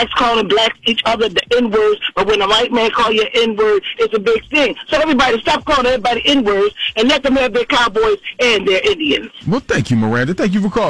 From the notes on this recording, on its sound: we opened up the phone line